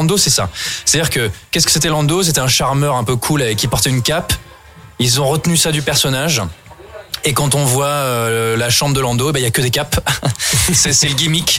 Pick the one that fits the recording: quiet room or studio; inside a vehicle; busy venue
busy venue